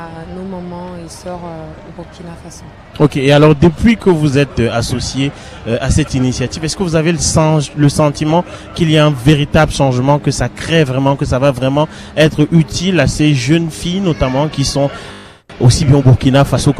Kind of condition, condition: setting, busy venue